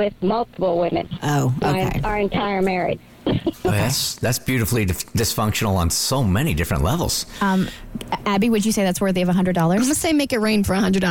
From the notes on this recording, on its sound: Listeners called in with spicy confessions.